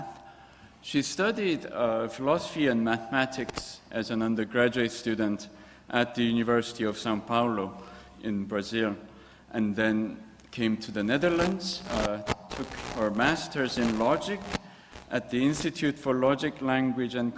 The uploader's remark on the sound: gives a public lecture